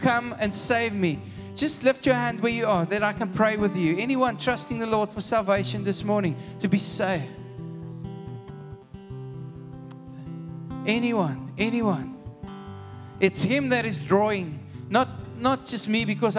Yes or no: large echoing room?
yes